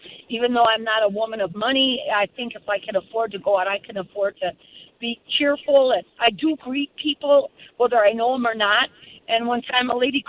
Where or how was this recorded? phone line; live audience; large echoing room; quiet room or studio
phone line